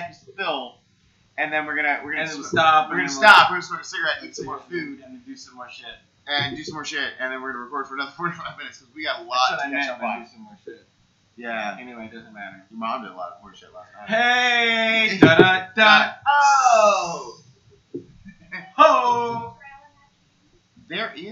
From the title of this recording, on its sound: Now in LO-FI